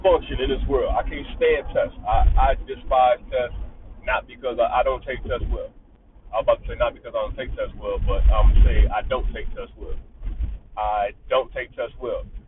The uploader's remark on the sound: audio is ruff I recorded it in my car while driving